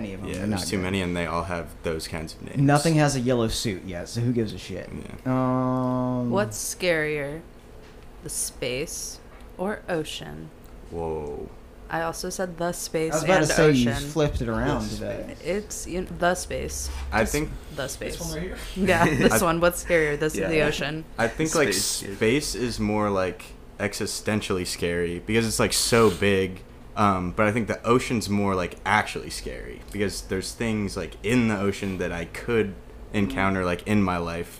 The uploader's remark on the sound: We group up at their up-and-coming live house venue, where we capture an incredibly unique and intricate set by the multi-instrumentalists.